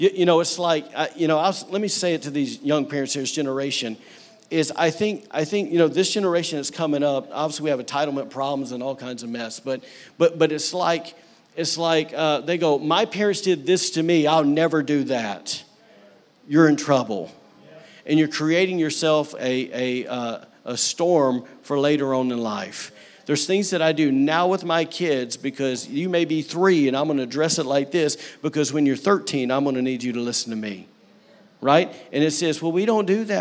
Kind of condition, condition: setting, large echoing room